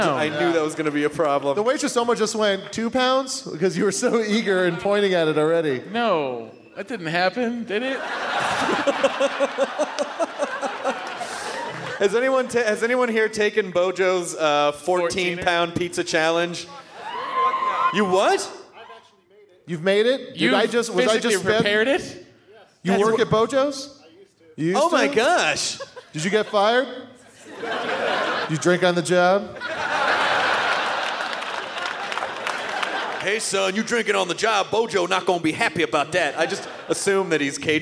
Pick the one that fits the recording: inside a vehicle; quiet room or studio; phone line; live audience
live audience